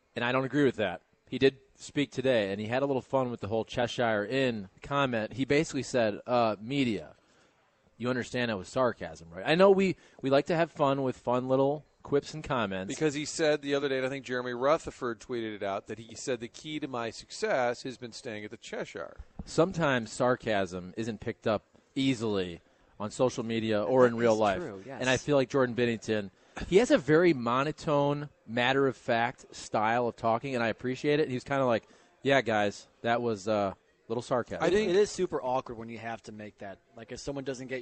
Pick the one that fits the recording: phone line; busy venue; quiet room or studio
busy venue